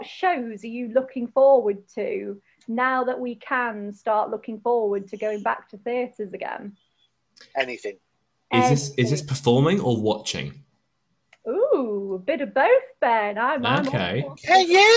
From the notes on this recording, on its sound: This episode was recorded virtually prior to recent government changes in restrictions.